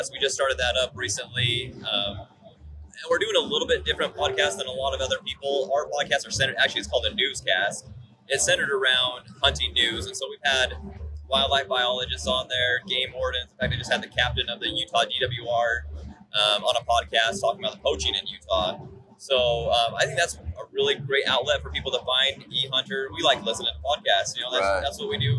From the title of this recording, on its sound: Live from the Initial Ascent Mountain Dude table